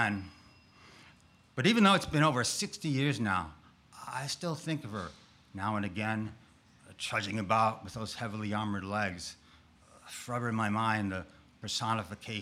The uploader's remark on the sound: Our monthly open mic storytelling events in York, Pennsylvania. Eight storytellers shared their stories with our audience at Archetype Pizza in downtown York.